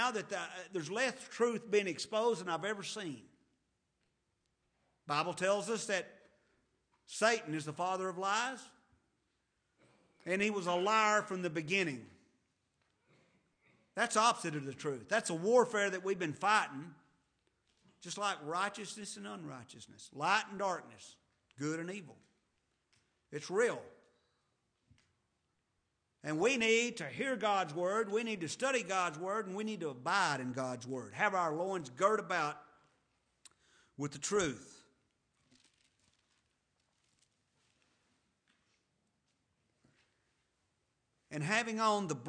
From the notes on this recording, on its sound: to the Lubbock Primitive Baptist Church